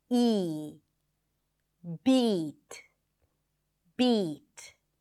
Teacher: So let's begin with front vowels, and we're gonna start with a high vowel sound. That means that the tongue rolls forward to produce that sound.